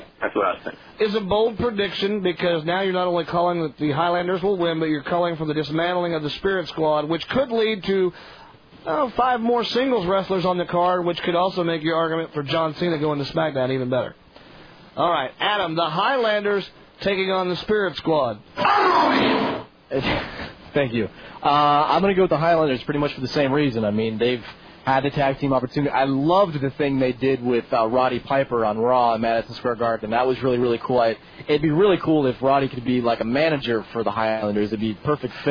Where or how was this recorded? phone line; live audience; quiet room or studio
phone line